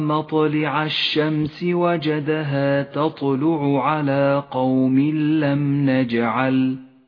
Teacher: الطاء في كلمة مطلع، والطاء في كلمة تطلع، والجيم في كلمة نجعل، كلها حروف تحتاج إلى صفة القلقلة